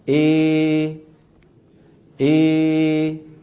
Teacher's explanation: فيخرج صوت ممزوج بين الألف والياء، فيه ألف وفيه ياء بنسبة واحدة، يعني 50% ألف 50% ياء · Term: الإمالة الكبرى